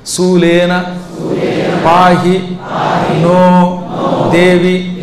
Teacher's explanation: కాకపోతే సంధి అయ్యి ఆ నహ నో అవుతుందనమాట